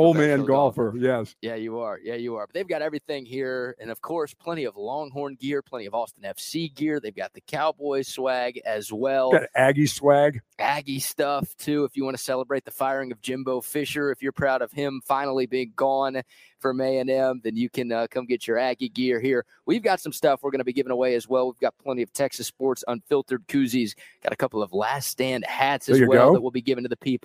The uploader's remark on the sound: LIVE from the brand new Academy in Hutto!